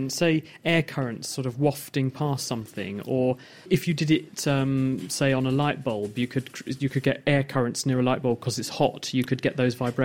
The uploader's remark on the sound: Live from the Cambridge Science Centre.